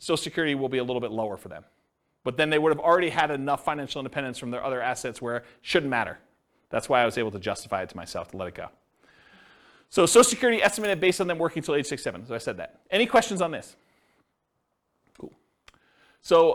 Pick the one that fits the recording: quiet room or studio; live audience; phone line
live audience